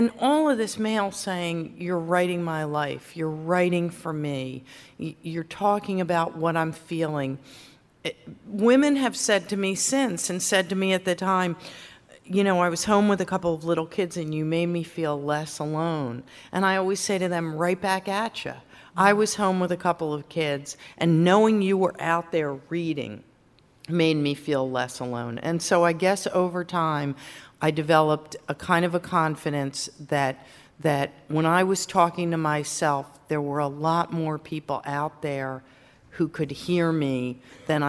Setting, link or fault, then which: setting, live audience